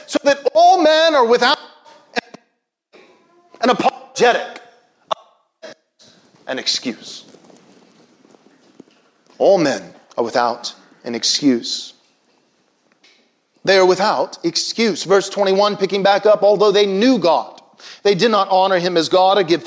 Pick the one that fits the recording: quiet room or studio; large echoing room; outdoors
large echoing room